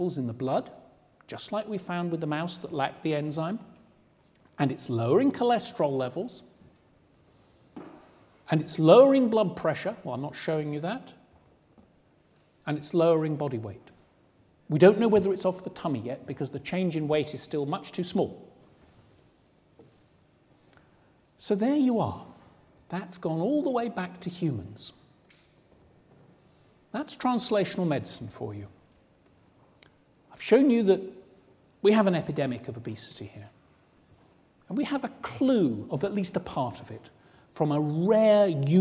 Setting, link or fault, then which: setting, large echoing room